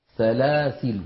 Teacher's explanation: هذه الكلمة سلاسلة فيها عند الوقف وجه زائد على أخواتها، وهو حذف الألف عند الوقف، سلاسل هكذا.